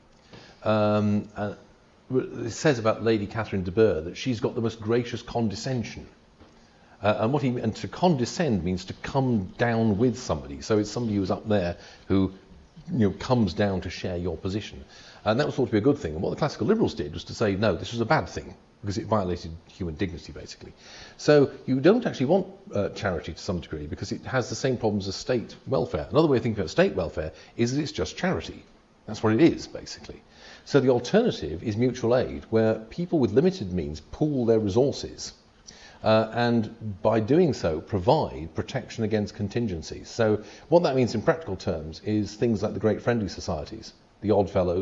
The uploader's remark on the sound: A recording of the Oxford Hayek Society meeting. Which took place in Christ Church, Oxford.